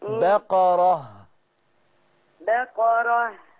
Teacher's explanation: أنا مش عايز برضو إن الراء منك تترقق